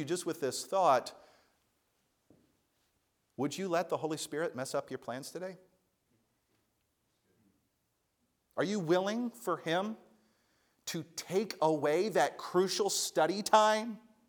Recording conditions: large echoing room